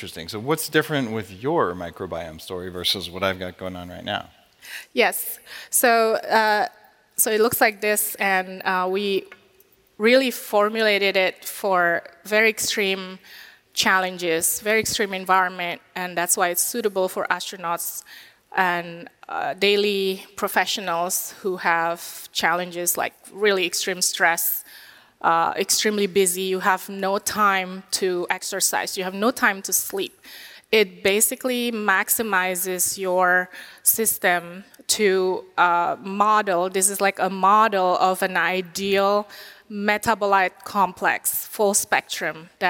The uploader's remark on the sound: LIVE from the 9th annual Biohacking Conference in Orlando Florida.